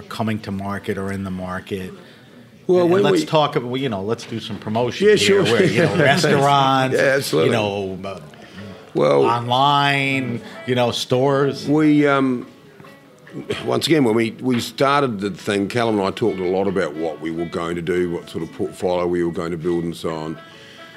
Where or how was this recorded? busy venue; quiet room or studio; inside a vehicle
busy venue